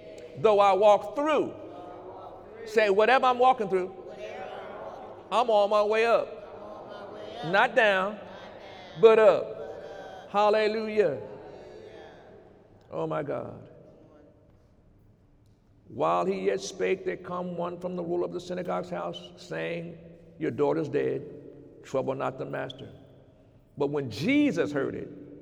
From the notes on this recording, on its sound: During Sunday morning service